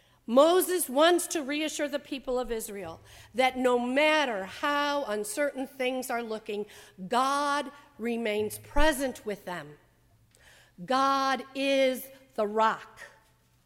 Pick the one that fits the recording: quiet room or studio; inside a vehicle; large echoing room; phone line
large echoing room